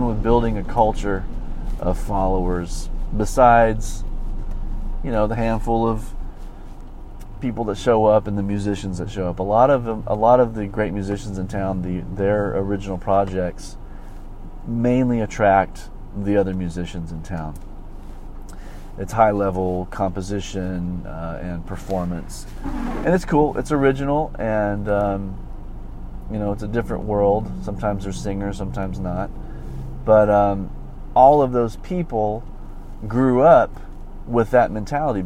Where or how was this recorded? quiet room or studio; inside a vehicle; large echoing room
inside a vehicle